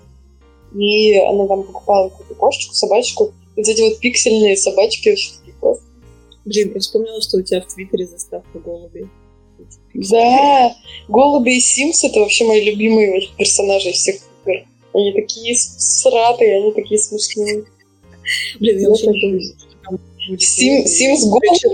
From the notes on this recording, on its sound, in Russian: По ошибке записалась на микрофон ноутбука, поэтому звук получился как обычно. Мы очень стараемся и обещаем улучшить качество звука!